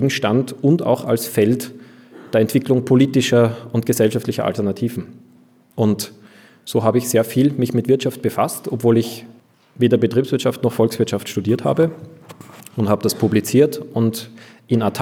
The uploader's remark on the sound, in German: Zu Gast in Graz, wo er bei der KPH/Lange Gasse referierte und sich den anschließenden Publikumsfragen stellte. In dieser Sendung hört ihr ein Interview mit dem Autor.